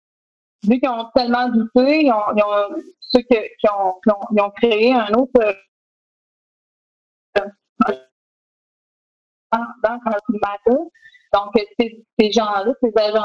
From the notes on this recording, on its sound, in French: Locaux virtuels par Zoom. QuebecSec - Enregistrement de La French Connection. Locaux virtuels par Zoom.